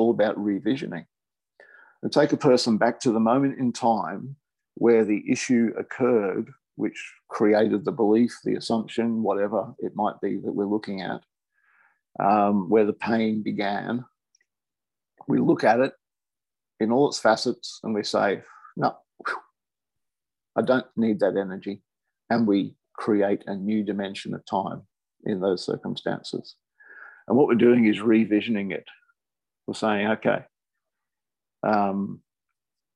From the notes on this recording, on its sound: I recorded this on zoom as a conversation.